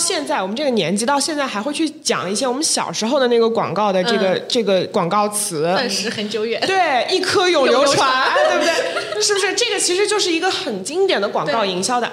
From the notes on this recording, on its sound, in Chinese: 滴，欢迎接收来自上海外滩BFC地下一层的声音！来到位于上海BFC外滩金融中心的小宇宙专属录音室。在BFC地下一层餐厅旁边录音：临场感满分！